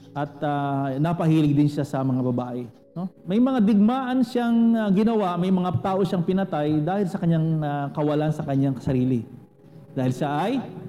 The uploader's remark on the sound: Recorded at CJCRSG San Pablo on March 21, 2021.